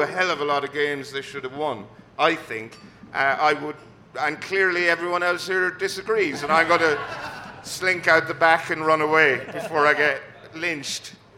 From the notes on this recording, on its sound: Wise Men Say live at Southwark Brewery. Recorded live at Southwark Brewery, London.